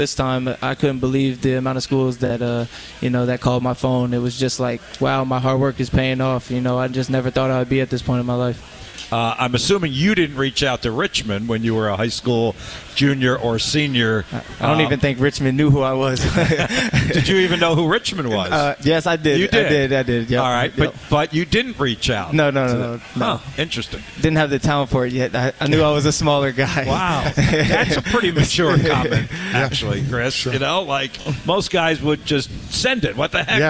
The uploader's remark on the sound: live from World of Beer